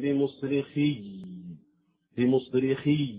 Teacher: يجب أن يظهر التشديد عند الوقف على الياء